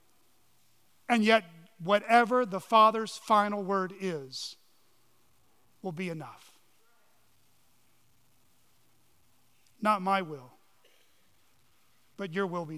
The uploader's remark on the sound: on the morning of April 9, 2023, at Chaffee Crossing Baptist Church in Barling, AR.